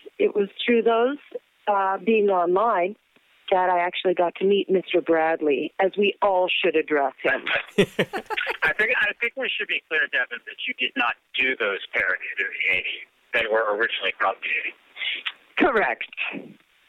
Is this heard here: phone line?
yes